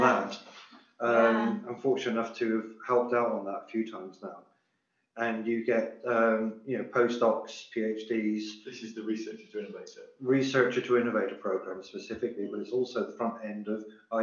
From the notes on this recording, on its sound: Our first ever podcast (before we got some better microphones!